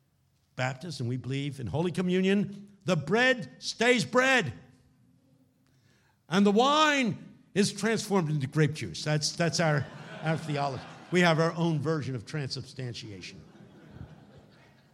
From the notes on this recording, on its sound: Keynote talk from the 2018 Stirling Conference